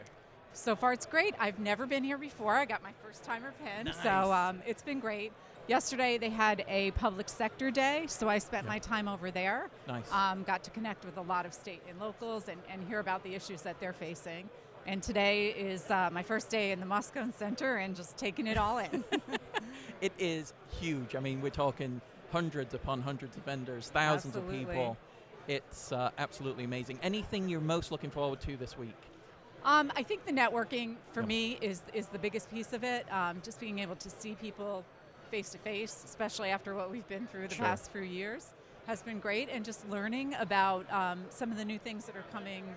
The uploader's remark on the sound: Live at RSA Conference 2023. Speaks with experts in attendance at RSA Conference 2023.